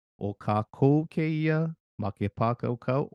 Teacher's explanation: we can see the emphasis is on ka kou